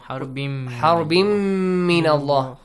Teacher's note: A nasal sound and also two counts